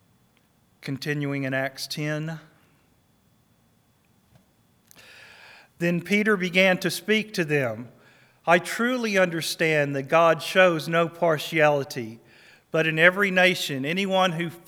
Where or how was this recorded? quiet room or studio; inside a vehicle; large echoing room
large echoing room